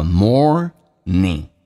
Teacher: 而且那个后鼻音要发成前鼻音